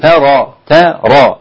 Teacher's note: ترى التاء رقيقة لا تأخذ تفخيم الراء · Term: ترقيق التاء